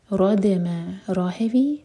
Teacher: دال لائٹ اور دال پر قلقلہ. رد ما ما لائٹ.